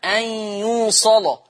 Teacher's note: قرأ ورش بتغليظ اللام وصلا